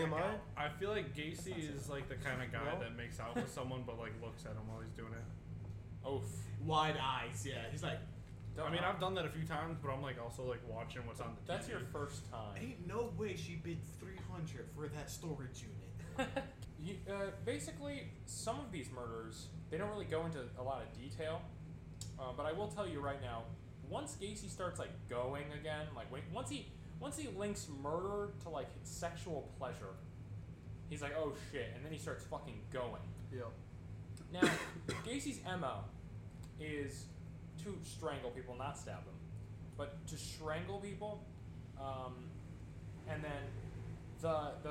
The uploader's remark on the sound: The audio in this episode is a little quiet to help an issue with background noise